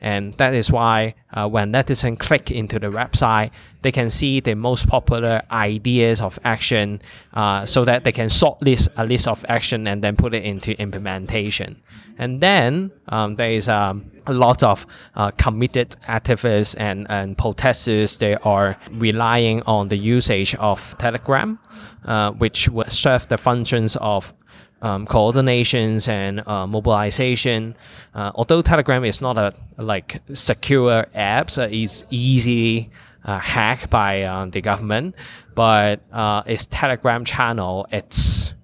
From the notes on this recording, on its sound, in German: die Aufnahme teilen, die im Dezember 2019, während der Konferenz der Friedrich-Naumann-Stiftung für die Freiheit, Democracy Disrupted: Digitalization and Human Rights entstanden.